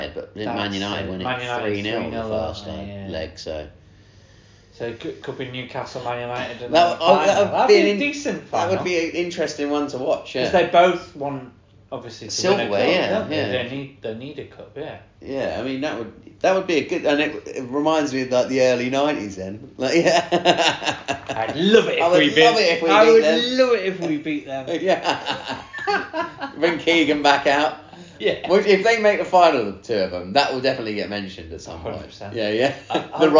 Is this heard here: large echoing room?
no